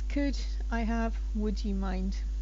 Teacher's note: There you do need to pronounce the L, but with words like could and should and would, you don't, because it's a silent L